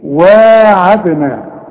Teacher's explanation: واذ واعدنا، واذ انت خدتها، واعدنا كلها حروف مرققة، لكن خد بالك بين الواو والعين الف مد، علشان تمد